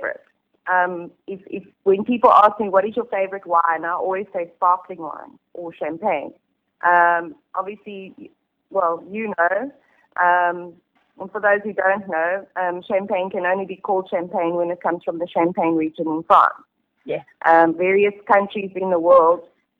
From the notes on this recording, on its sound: She caught up with her on the telephone.